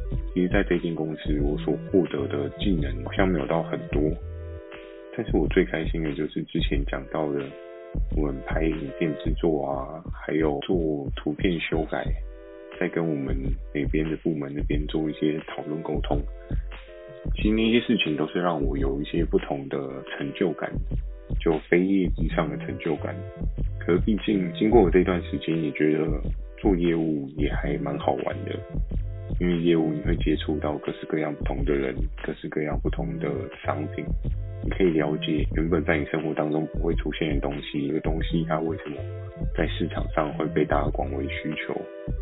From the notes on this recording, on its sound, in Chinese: 由於首度製作，可能有些錄音技巧不夠純熟請多包涵